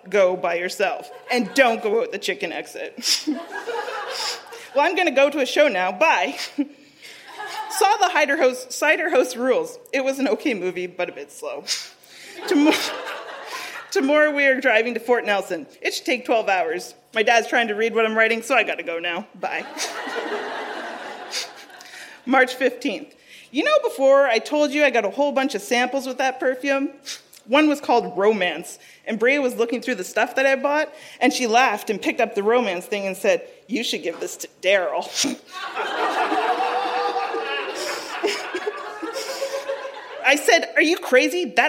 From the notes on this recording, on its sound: Recorded live at the Black Knight in Yellowknife.